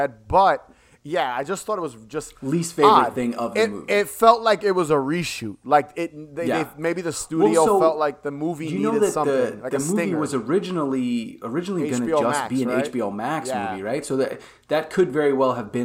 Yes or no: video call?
no